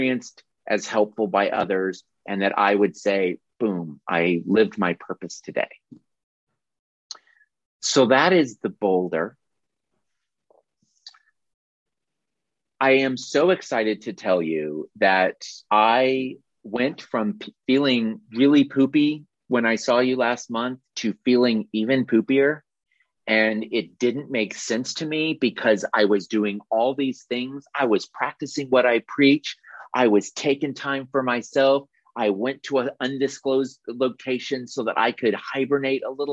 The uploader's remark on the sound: audio replay of a monthly Zoomy Zoom